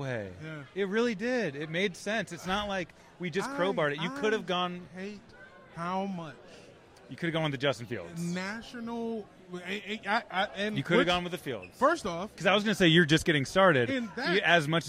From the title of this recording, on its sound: Live from the Netflix Quarterback Premiere